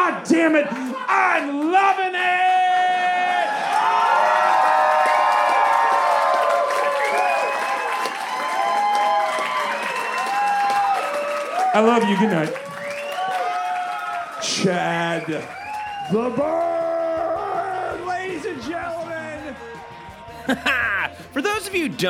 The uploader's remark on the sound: Recorded LIVE at Chicago’s Historic Green Mill Lounge on May 20th 2023.